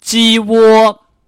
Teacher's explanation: 第一声呢要读的高，读的平